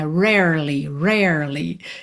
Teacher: que tem dois R's enrolados em rarely